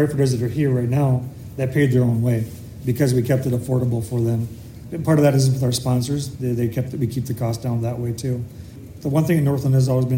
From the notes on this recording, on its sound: update from the convention at the Hennepin Technical College in Eden Prairie, MN.